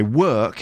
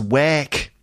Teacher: The sound, like in bird, becomes like air in air, like the air that you breathe. · Shown in: second take · So becomes air.